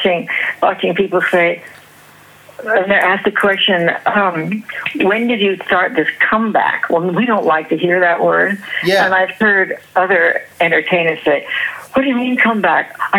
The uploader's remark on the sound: A phone conversation (recorded in 2015)